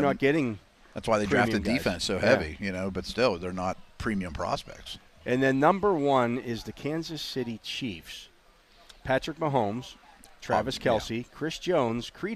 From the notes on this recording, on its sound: The Drive live from OTAs day 9 HR 1. Live from the Last day of Steelers OTAs.